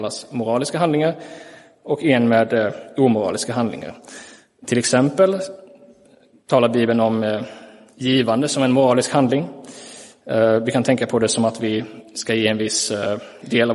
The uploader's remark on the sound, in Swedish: Inspelad i Roseniuskyrkan den 30 juli 2023.